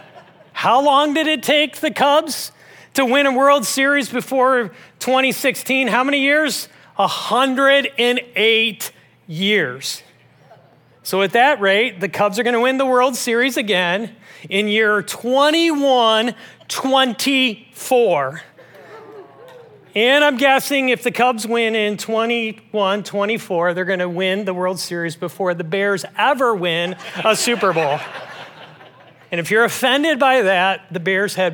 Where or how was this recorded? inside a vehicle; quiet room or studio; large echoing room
large echoing room